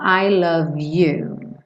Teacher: naturalmente, som do V, você já liga no you, porque o E não é pronunciado, né?